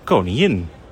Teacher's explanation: Met een stille G. Die G die zich liever identificeert als een J.